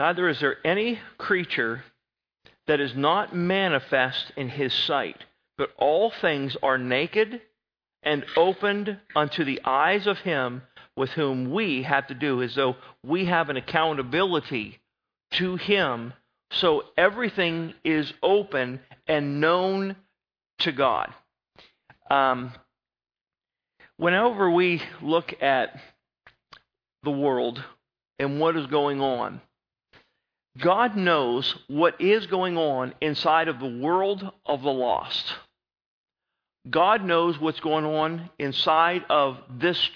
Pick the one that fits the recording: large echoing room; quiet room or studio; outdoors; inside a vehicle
large echoing room